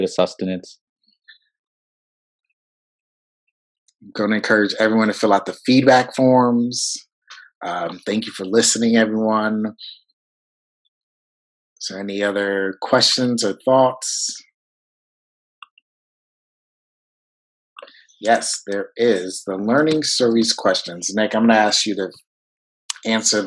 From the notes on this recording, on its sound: This live session of Napcast, delivered at the 2020 virtual WAEYC conference